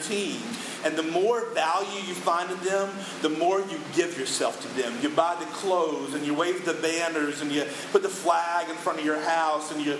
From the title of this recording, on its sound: poor audio